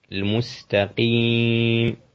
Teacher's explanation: حرف قاف وهو يخرج من أقصى اللسان